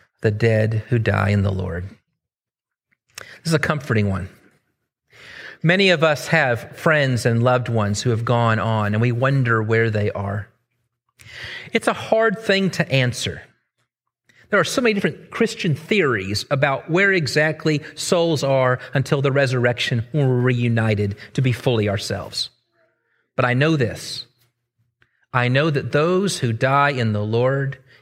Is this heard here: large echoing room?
yes